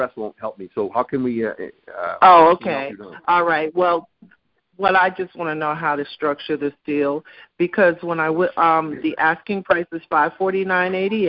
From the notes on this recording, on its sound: Gold Club Q&A Call.